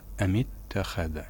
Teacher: الألف فيها ألف وصل، فإذا أوصلنا ما قبلها بها ففي هذه الحالة الألف يسقط في الدرج. أم اتخذ، وليس هكذا نقرأ أم اتخذ، إنما هكذا أم اتخذ، لأن الألف هو ألف وصل يعني همزة وصل.